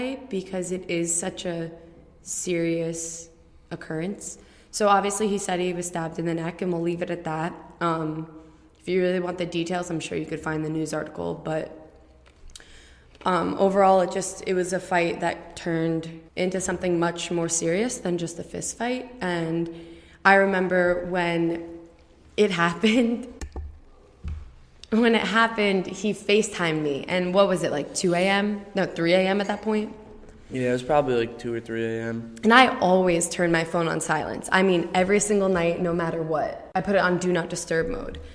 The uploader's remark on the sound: The room this was recorded in was not soundproof and had high ceiling.